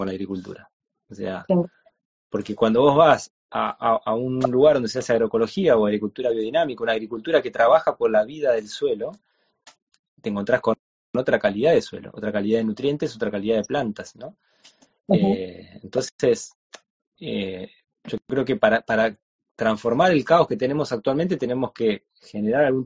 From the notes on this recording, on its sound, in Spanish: Audio de la charla en vivo por Instagram